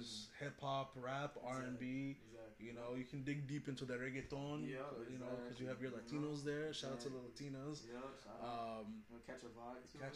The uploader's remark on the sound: Our audio was kind of messed for this ep.